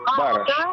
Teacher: Ударение на первый слог.